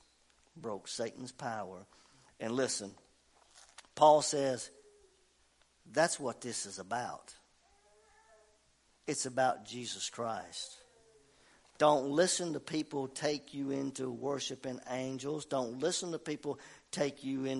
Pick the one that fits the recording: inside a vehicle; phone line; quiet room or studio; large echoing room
large echoing room